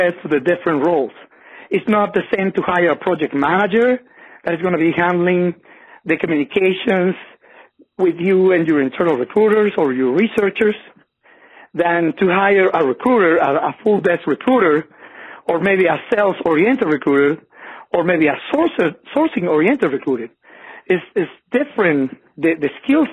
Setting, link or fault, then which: link, phone line